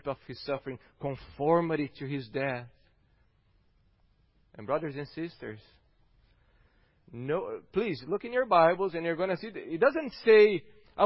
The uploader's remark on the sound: at Gracious Cross Reformed Church Salem on Sunday, February 28th, 2021.